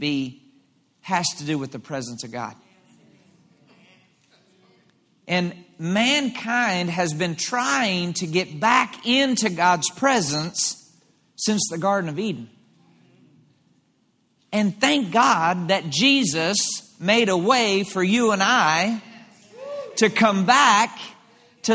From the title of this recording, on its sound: LIVE Midweek Service 6.28.23